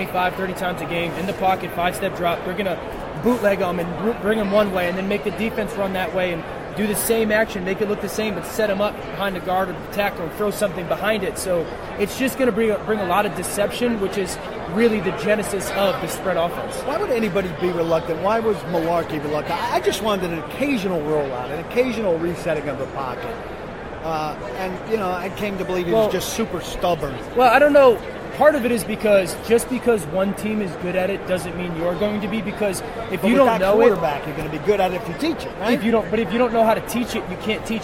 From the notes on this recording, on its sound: Live from Super Bowl LII. Live from Radio Row.